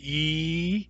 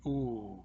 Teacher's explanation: And go back when you say ooh. That's because E is a front vowel, oo is a back vowel.